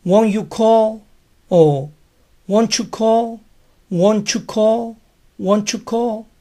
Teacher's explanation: el you tiene el privilegio de hacer sonar la T final de won't